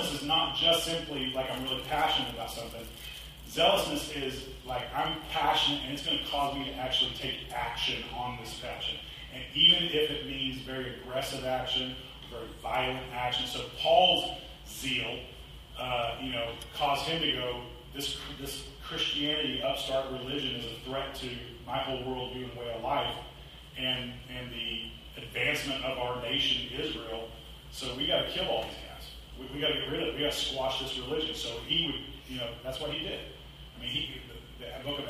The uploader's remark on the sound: Apologies for the audio quality.